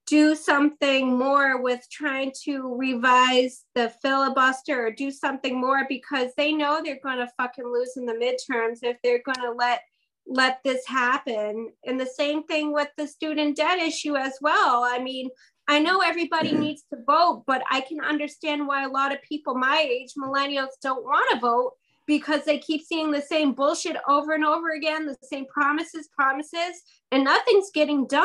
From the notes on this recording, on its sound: Recorded on Zoom